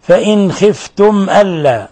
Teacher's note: نون ساكنة جاء بعد حرف الخاء، الحكم التجويدي إظهار حلقي عند سائر القراء ما عدا أبا جعفر فيخفي عندها عند الخاء وعند الغين.